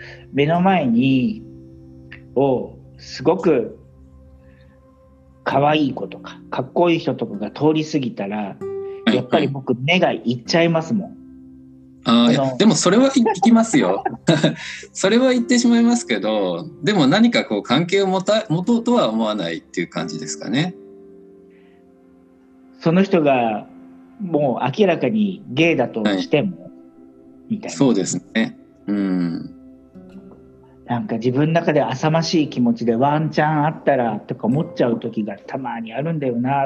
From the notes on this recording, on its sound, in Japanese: コラボ収録。はじめてのweb対話収録！